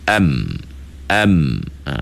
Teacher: Yang suara keluar tu bukan ikut mulut tu, itu ikut hidung. · Term: suara hidung